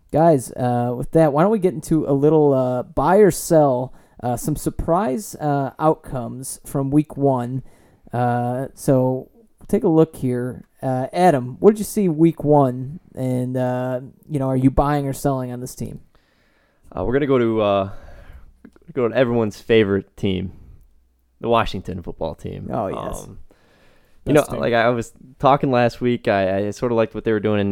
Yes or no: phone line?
no